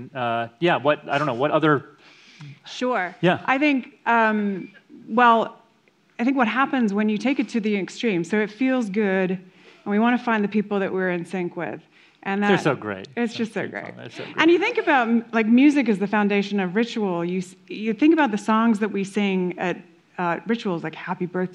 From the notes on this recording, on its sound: A live conversation. At the Denver Center for the Performing Arts.